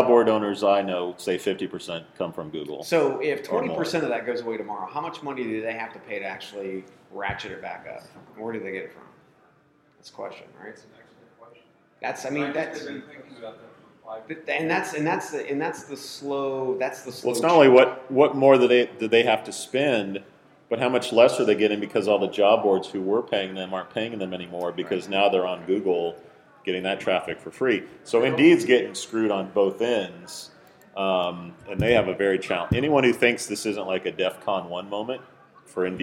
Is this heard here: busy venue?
yes